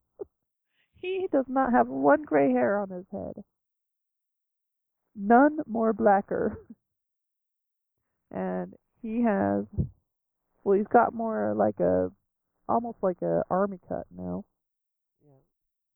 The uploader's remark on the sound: Unfortunately, we suffered audio problems through most of it, but the biggest problems happen during the trailer talk. I had to cut out parts of it, which made our thoughts sound even more scattered than usual.